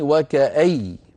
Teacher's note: ووقف أبو عمرو ويعقوب على الياء